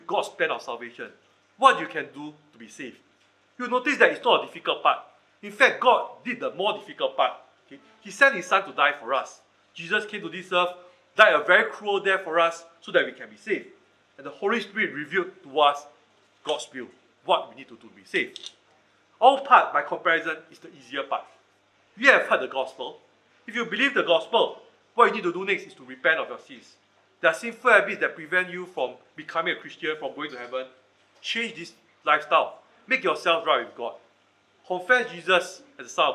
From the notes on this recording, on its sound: Recorded Live/Sermon.